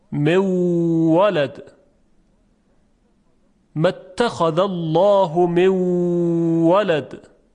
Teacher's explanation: خب نون ساکن در واو ادغام میشه، مولد، متخذ الله مولد. در اینجا نون در واو ادغام میشه، گرچه ادغامش ناقص هست